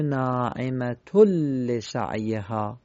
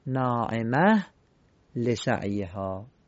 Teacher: پس حالت وصل میشه ناعمت لسعیها، اما حالت وقف و ابتدا ناعمه لسعیها. البته اگر که بین دو آیه و دو عبارت قرآنی نبود بلکه وسط خود جمله بود، اینجا ما دیگه قشنگ ادغام میکنیم و طبق قواعد ادغام اون ادغامی که باید انجام بدیم انجام میدیم. · به تعبیر دیگر تنوین اون تبدیل میشه به لام، لذا در اکثر رسم الخطا میبینیم یه تشدید روی لام نوشتن.